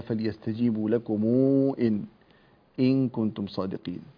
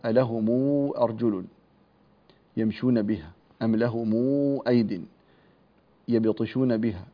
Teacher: فهذه كلها ميم جمع وقع بعدها همزة قطع، فإننا نصلها بمقدار 6 حركات من قبيل المد المنفصل · Term: صلة ميم الجمع